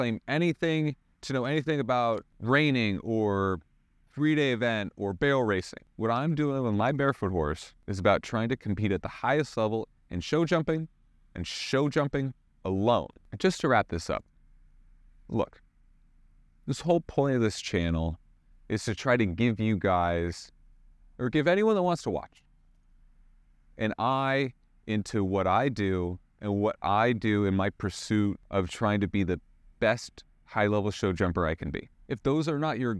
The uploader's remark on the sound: WALKING AND TALKING!